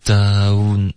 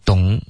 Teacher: Don't 要有一个滑动，don't 别发 don，OK，不是一个 on 的音 · Shown in: first take